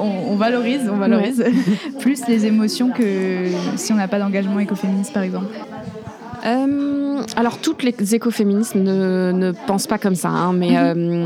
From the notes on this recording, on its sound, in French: On s’est posées à la Maison du Zéro Déchet, un lieu de rencontres et d’initiatives, c’est pour ça d’ailleurs que vous entendrez le bruit et l’animation autour de nous dans cet enregistrement